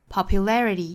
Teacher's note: Popularity 后面这个 ty 我们可以发弹舌的